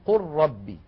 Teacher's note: منها أولا أنه إذا أتى لام ساكنة بعدها راء فإن حفصا يدغم، بل وكل القراء، إدغام اللام الساكنة في الراء بعدها كقوله تعالى مثلا قل ربي، إذا اجتمعت قل مع اللام من كلمة ربي.